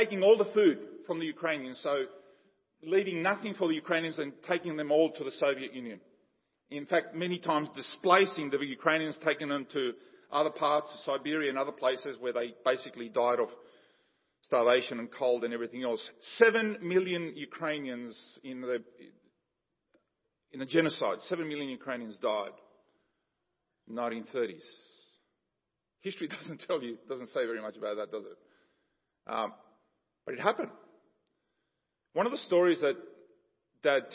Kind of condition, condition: setting, large echoing room